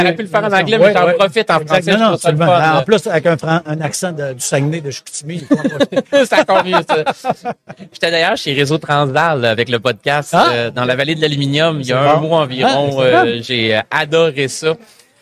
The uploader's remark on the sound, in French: En direct du Hardtech à Toronto